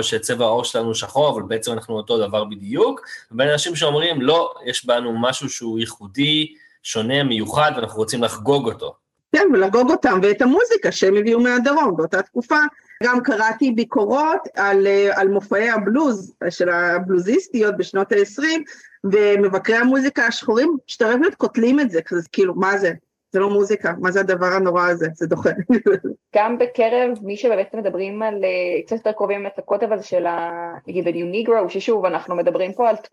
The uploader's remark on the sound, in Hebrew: הקלטת הפרק התרחשה בזום ולכן האיכות לא בשיאה.